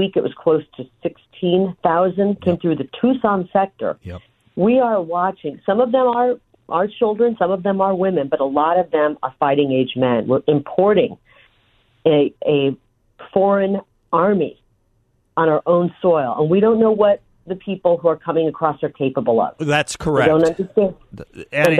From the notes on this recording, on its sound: joins the show by phone